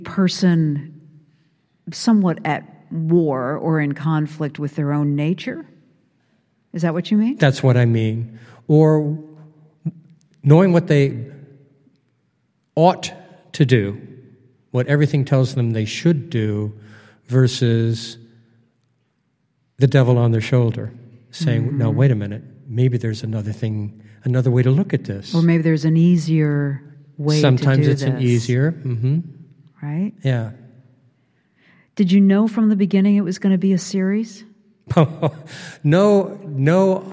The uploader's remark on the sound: Recorded on stage at The College of St. Scholastica in Duluth.